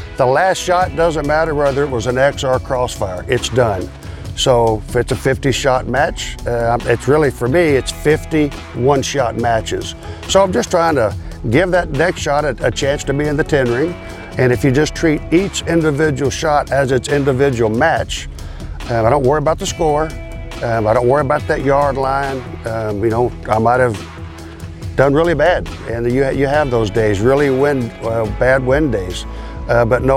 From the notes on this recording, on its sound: Interviews from Camp Perry's CMP National Matches. Held each summer at Camp Perry.